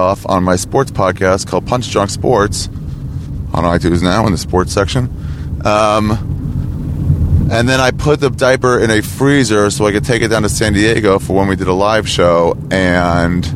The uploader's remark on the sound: We drove out to Joshua Tree, ate some shrooms, and wandered out into the wilderness. Is probably the first podcast recorded at Joshua Tree National Park.